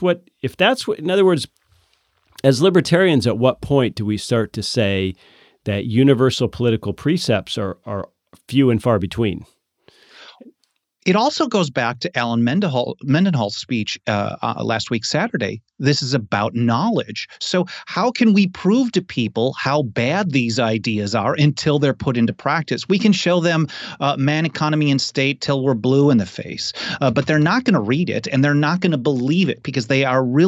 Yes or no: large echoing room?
no